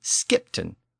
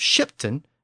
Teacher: Shipton became Skipton with its Norse SK sound at the beginning instead of its English SH sound